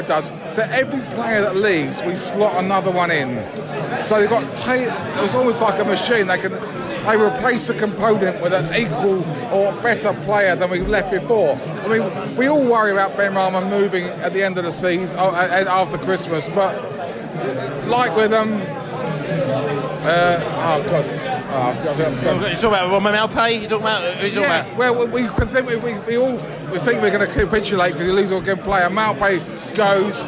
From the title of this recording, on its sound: Post-Match Podcast From The Pub